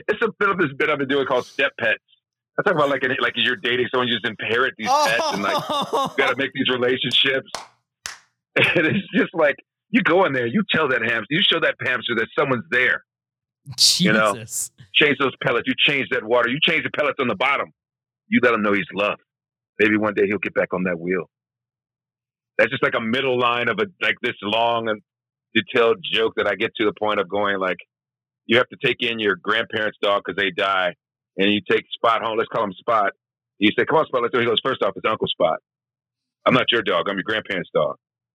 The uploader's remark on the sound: gets on the phone